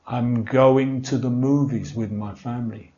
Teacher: Aquí muy reducido el to.